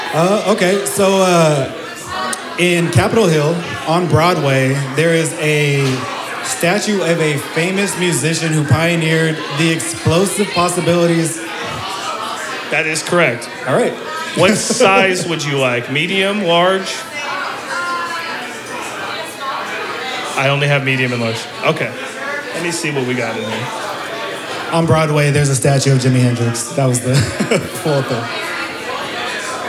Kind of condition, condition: setting, live audience